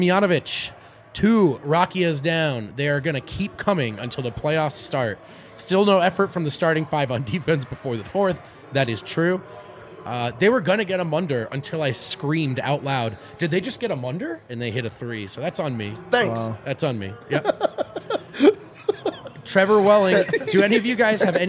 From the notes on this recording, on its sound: come to you LIVE from the DNVR Bar